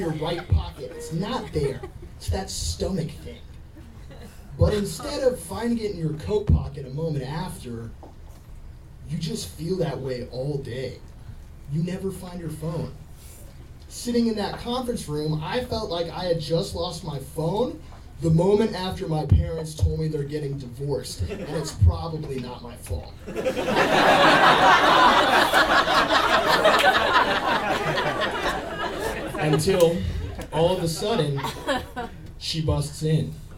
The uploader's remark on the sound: Told live on stage.